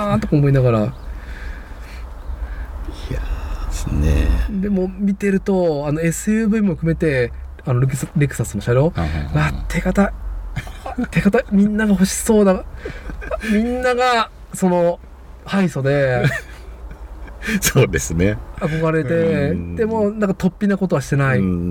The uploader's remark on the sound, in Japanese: 屋外収録